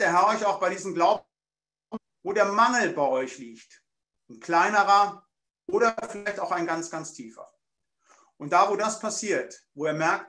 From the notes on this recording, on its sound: Bibelseminar Bonn via Zoom.